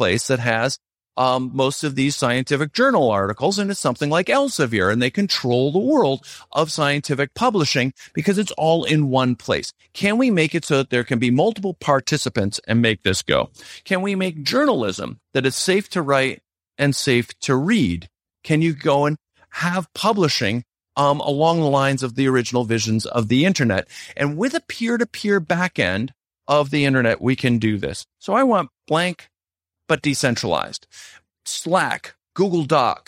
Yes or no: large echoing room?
no